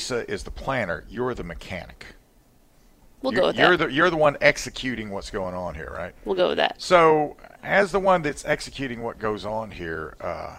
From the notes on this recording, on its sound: Live at Upstate Warriors